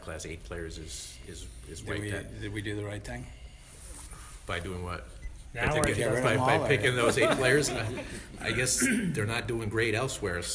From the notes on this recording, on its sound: News Conference at NFL Owners Meetings. Addresses the Media in Boca Raton, FL.